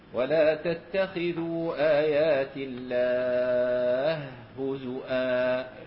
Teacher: الهاء في الهاء إدغام متماثلين كبير